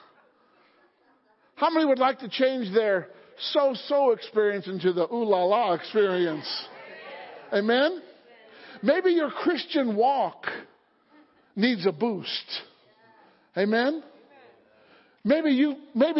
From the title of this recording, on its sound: Sunday Morning Service